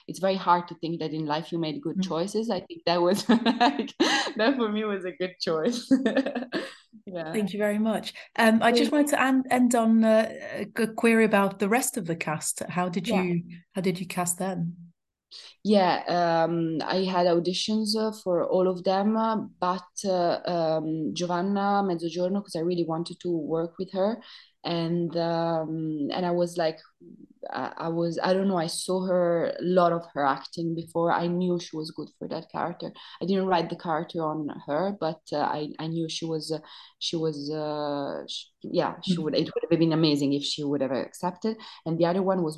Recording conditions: video call